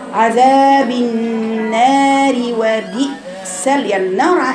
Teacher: كلمة عذاب فيها عندك العين رقيقة والذال رقيقة وبعد الذال مد